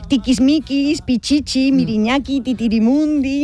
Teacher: la I, al ser una vocal cerrada y anterior, tiene un timbre agudo